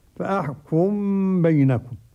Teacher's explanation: قرأ السوسي بإدغام الميم في الباء فأحكم بينكم، وتسكن عنه الميم من قبل بائها على إثر تحريك فتخفى تنزلها.